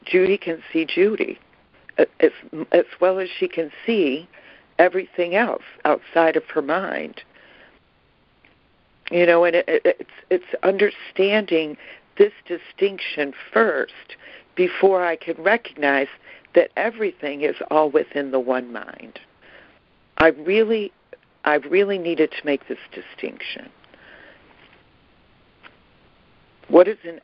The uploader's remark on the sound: ACIM Daily Conference Call